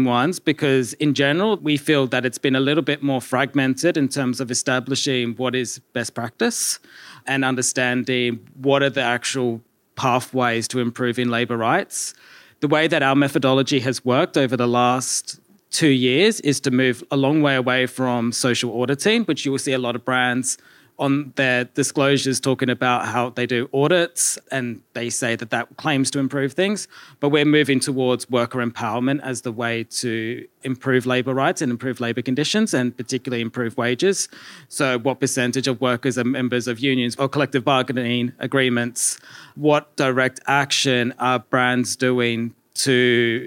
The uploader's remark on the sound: This week we are coming to you live from Sustainable Fashion Week in Bristol.